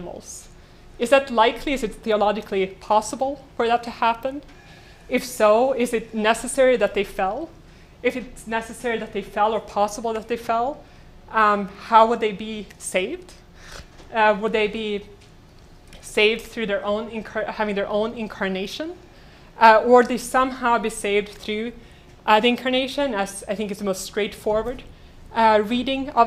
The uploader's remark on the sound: Delivered this lecture on January 20, 2018 at the University of Chicago. The lecture, which includes the Q and A session.